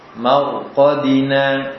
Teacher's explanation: rohnya harus dibaca tebal · Term: sifat tafkhim pada roh